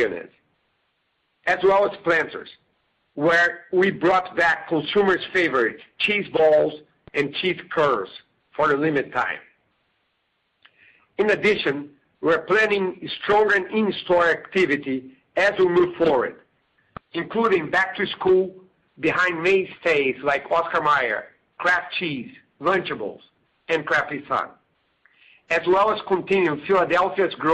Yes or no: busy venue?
no